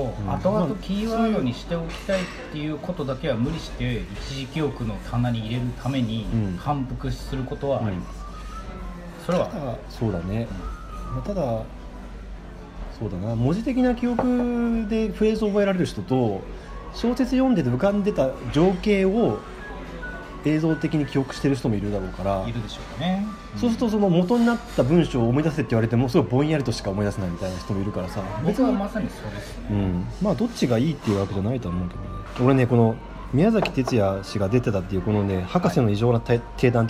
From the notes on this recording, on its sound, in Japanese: 東京出張の時にご飯を食べながら収録した雑談です。雑音でお聞き苦しいかと思いますが。